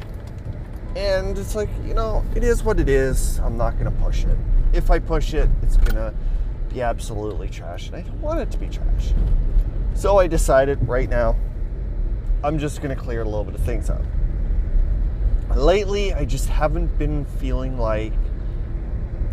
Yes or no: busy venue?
no